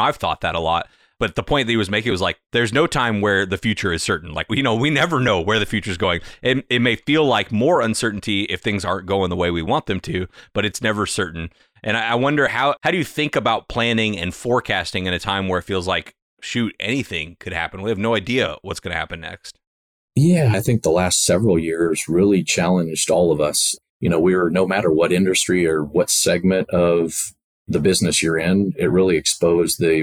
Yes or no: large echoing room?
no